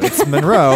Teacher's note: the emphasis is not on the first syllable of Monroe